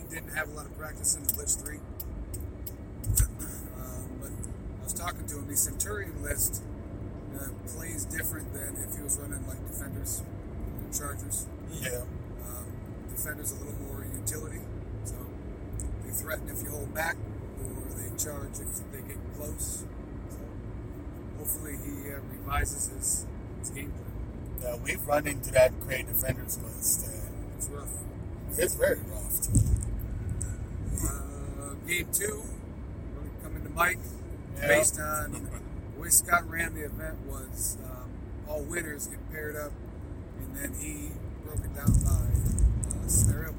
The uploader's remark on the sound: Car-isode. After Dayton SWORM sweeps the Columbus Guard Tower OWC Qualifier.